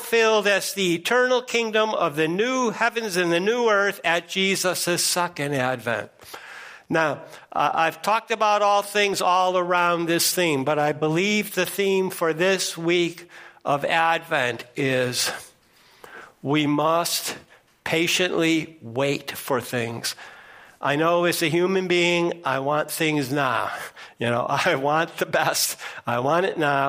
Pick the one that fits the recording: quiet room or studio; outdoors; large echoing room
large echoing room